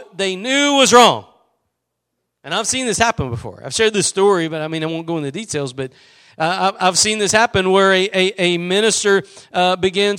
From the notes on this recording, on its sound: Preached at Gospel Lighthouse in Bossier City, La.